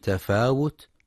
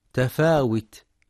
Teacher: في كلمة تفاوت ينتبه القارئ لضم الواو فلا يقرأ بالكسر · Shown in: first take